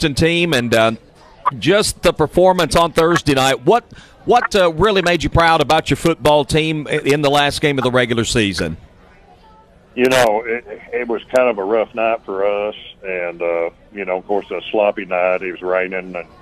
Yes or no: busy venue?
yes